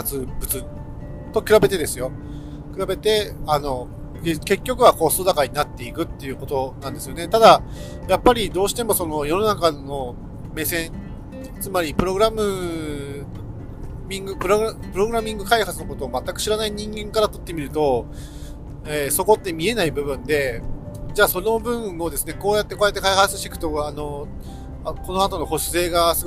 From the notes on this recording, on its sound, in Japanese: 高速道路を走行中に収録しているので、少し雑音があります。